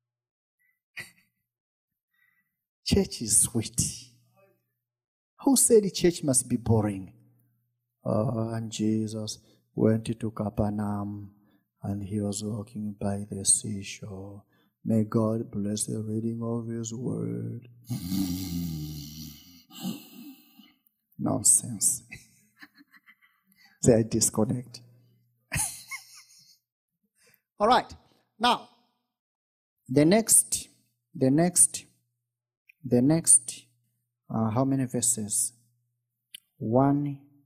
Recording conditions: large echoing room